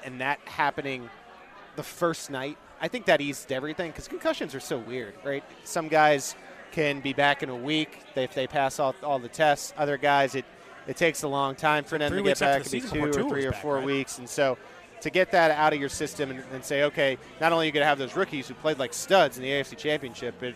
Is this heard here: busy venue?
yes